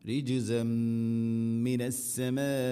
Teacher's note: തൻവീനിനെ മീമിലേക്ക് ഇദ്ഗാം ചെയ്ത് അഥവാ കൂട്ടി ലയിപ്പിച്ച് മണിച്ചുകൊണ്ട് ഉച്ചരിക്കണം. രിജിസമ്മിനസ്സമാ ഇനി മിനസ്സമാഇ സമാ മദ് മുത്തസില് നിർബന്ധമായിട്ടും കൂടെ നാലോ അഞ്ചോ ഹർക്കത്തിൻ്റെ ഖദറിൽ നീട്ടണം. · Term: ഇദ്ഗാം ബിഗുന്ന